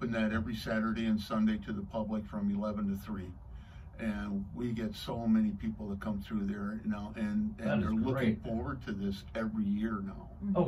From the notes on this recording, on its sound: Apologies if there are any audio issues, you may have to turn up your volume a bit. There were some issues in studio with the sound for the second part.